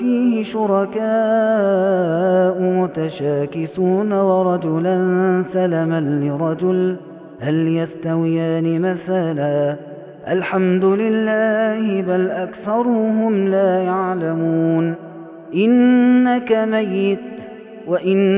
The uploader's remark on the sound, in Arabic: هذا التسجيل من صلاة التراويح